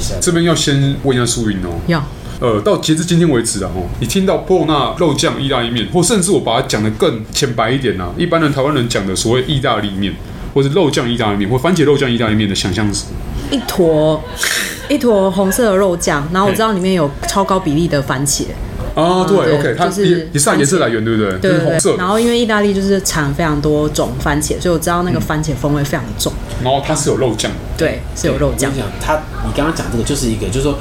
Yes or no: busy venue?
yes